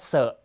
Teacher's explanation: ตัว Xออกเสียงว่าเซนะครับเสียงไม่สั่น ซึ่งตัว Xกับตัว Sจะออกเสียงเหมือนกันและสุดท้ายตัว Yออกเสียงว่า Eนะครับ Eนะครับข้อสังเกตที่ควรจดจำนะครับอย่างแรกข้อ1นะฮะคืออักษรตัว Qต้องปรากฏ